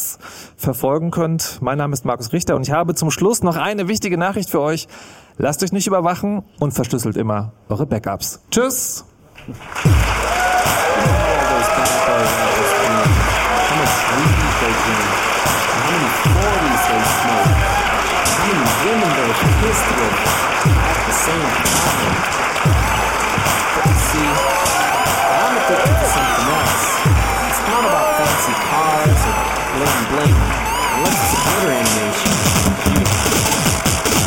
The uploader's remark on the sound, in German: Die Fritz-Abschiedssendung aus dem Säälchen in Berlin. Live auf der Bühne im Säälchen am Holzmarkt.